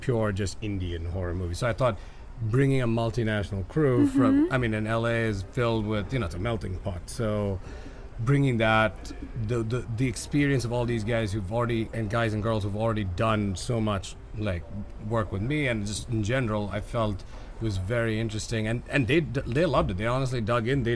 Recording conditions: busy venue